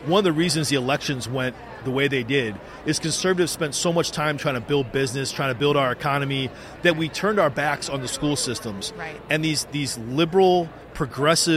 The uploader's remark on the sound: The Unity Project What’s UP? Podcast at AmFest.